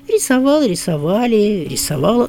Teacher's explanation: эти формы прошедшего времени, различающиеся по роду и числу, не различаются по ударению.